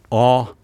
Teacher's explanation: kjeven senker, tunga tilbake